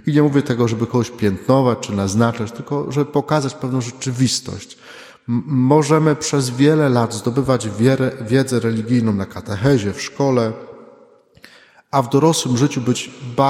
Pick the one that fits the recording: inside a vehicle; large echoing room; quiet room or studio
large echoing room